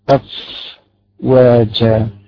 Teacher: الفاء هنا ليس لها حكم القلقلة الفاء المسكة ما بقلقلش الفاء بقى أنا بقول لك تعمل في · Term: صفة الرخاوة